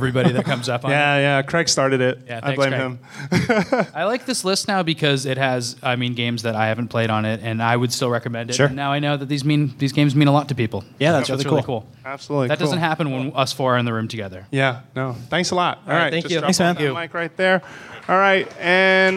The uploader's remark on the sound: IGN opened it's door to the community on February 26, 2015 and hosted a live show for your favorite Nintendo podcast.